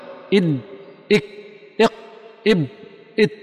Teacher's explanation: ستجد أن الهواء حصر خلف مخرجها